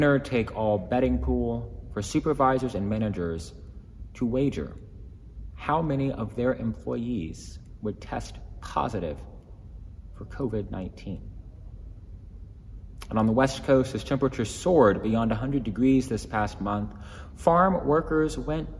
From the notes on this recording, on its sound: Sermons from Old South Church in Boston